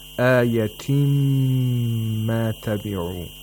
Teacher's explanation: we have idgham of نون ساكنة along with nasalization of the letter that idgham takes place into, which is mean.